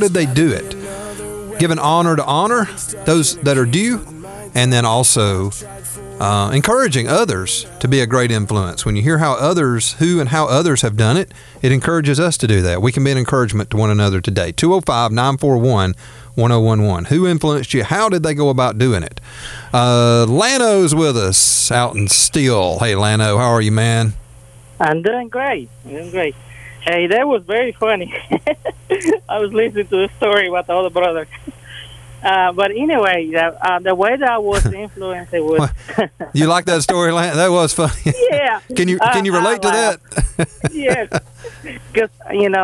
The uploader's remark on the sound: taking listener phone calls